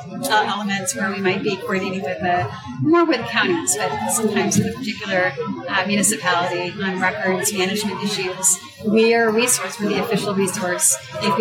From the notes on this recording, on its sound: On the convention floor. The audio quality is not the best, and for this we apologize.